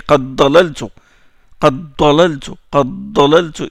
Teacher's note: Il y a élision du dal dans le da.